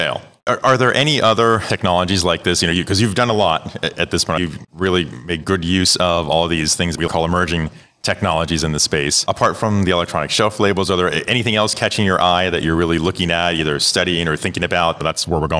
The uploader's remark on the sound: interviews recorded live and in-person at Groceryshop in Las Vegas, NV